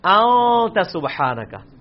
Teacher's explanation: اخفا اسے کہتے ہیں کہ خفی کر کے پڑھ رہے ہیں، نون پورا واضح نہیں کر رہے، ان نہیں پڑھ رہے، پڑھ رہے ہیں.